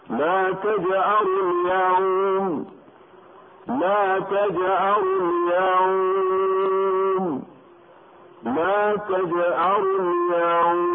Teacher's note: ويعامل وقف مد النون العارض للسكون معاملة المد العارض للسكون، أي يجوز أيضا قصره وتوسطه وإشباعه، كما نستمع إلى الوقف على الواو اللينة الساكنة المفتوح ما قبلها من كلمة اليوم